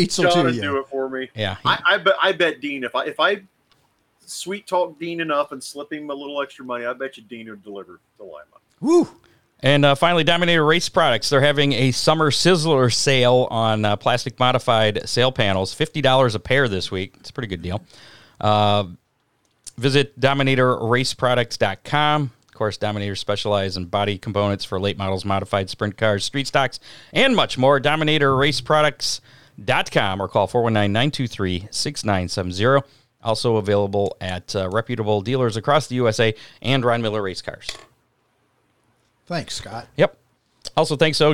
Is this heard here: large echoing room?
no